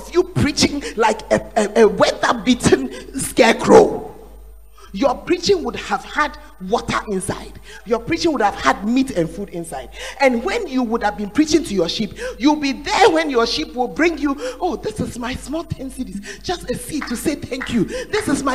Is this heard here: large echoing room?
yes